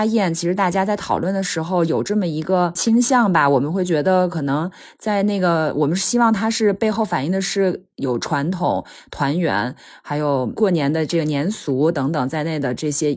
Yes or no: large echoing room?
no